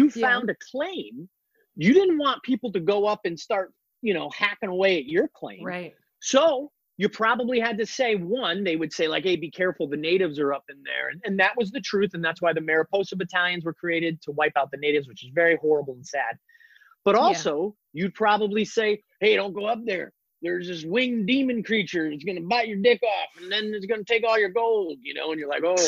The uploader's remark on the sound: This episode was recorded over ZOOM so the audio quality is a little different.